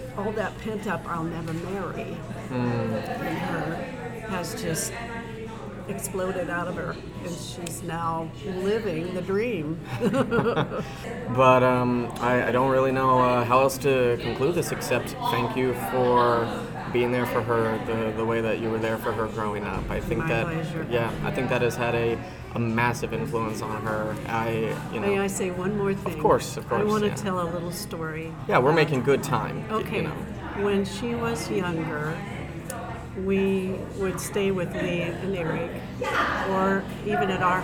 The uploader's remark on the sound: Apologies for the loud background noise.